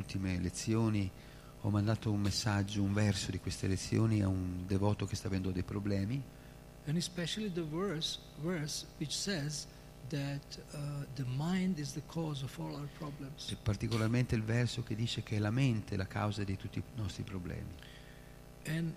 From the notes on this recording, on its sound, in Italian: in diretta dal Tempio di Villa Vrindavana